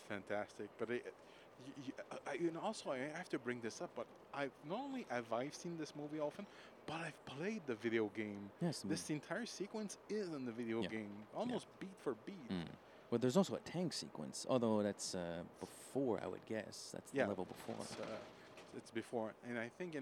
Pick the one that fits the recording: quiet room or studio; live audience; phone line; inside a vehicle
inside a vehicle